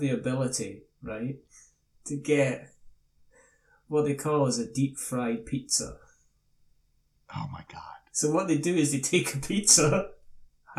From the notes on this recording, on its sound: For some reason it sounds like I recorded this on the other side of the room. It's not a podcast unless you have one episode with technical issues..